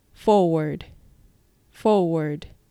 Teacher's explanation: forward のところはアメリカ英語であれば for の r と word の r がしっかりと発音されます